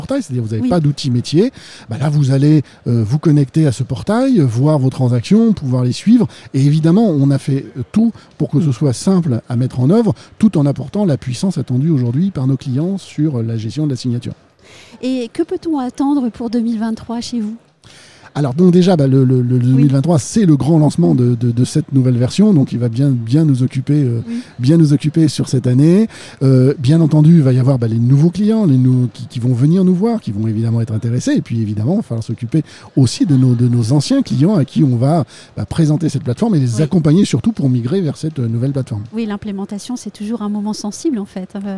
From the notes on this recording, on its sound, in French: Un épisode enregistré au RENT 2022.